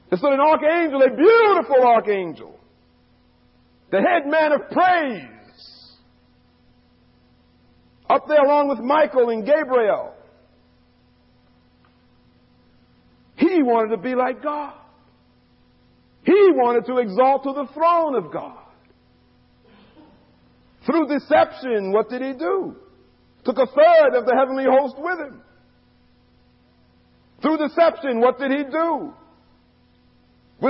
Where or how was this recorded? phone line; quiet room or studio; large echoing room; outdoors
large echoing room